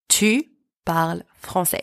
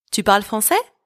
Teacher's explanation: It is the same structure, but for the question, my voice rises at the end. · Shown in: second take · Term: using intonation